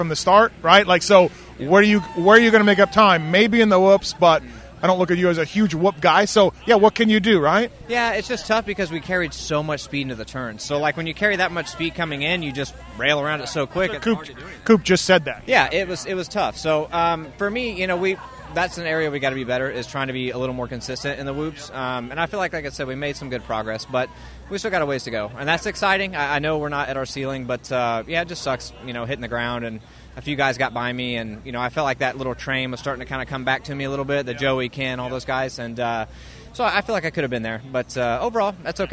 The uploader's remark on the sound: 2023 Houston SX Post-Race Interviews